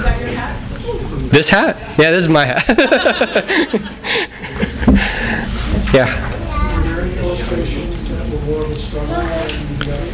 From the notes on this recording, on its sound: THIS EVENT WAS RECORDED LIVE AT SKYLIGHT BOOKS